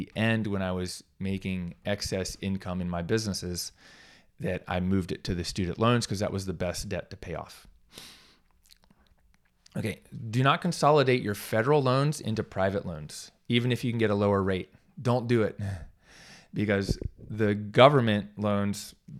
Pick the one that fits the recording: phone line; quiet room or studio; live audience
quiet room or studio